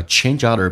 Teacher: change 跟 other 可以有一个连音叫 change other 用 G 跟 other 的 A 形成一个连音